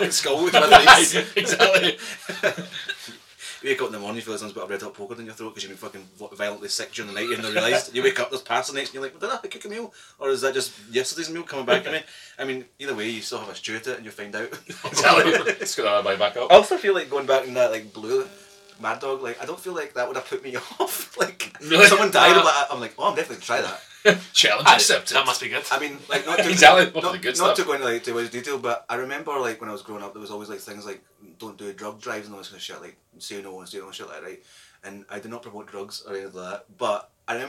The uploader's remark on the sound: POOR SOUND QUALITY